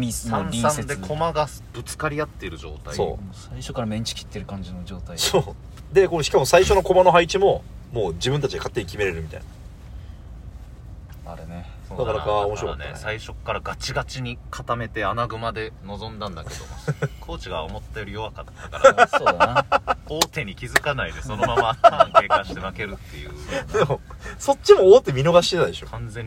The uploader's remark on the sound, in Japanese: ゲムマに行った帰りの車内で録りました